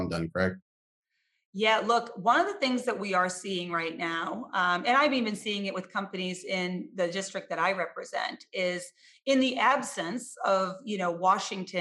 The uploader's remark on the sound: over Zoom for a 25-minute discussion